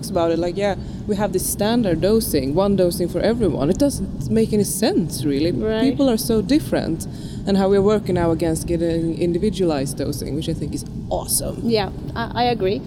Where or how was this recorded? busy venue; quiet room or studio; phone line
busy venue